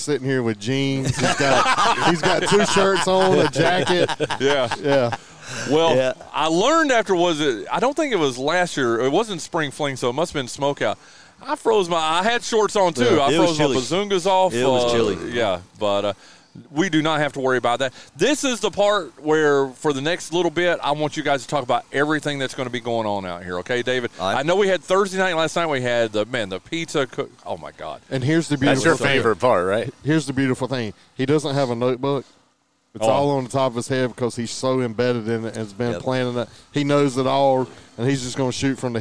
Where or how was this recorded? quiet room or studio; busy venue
busy venue